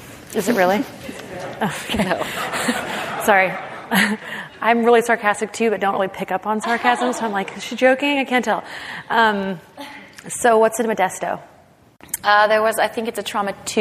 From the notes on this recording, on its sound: In front of a live audience at the American Alpine Club's Annual Benefit Dinner.